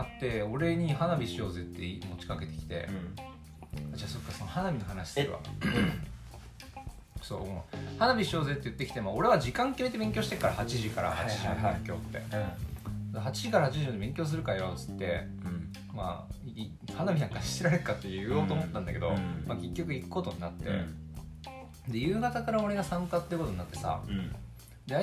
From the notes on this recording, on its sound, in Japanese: ビーンバッグに乗って収録をしたせいで、豆が擦れる音がたくさん入ってしまっている。宅配便がきたところをカットしなければならなかった。